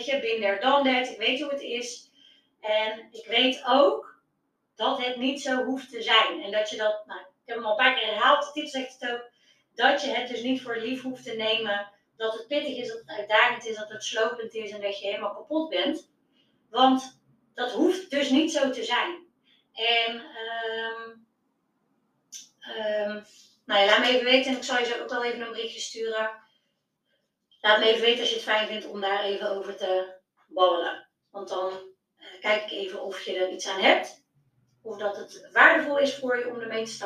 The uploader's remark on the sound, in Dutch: Deze aflevering is de audio van een Instagram Live video.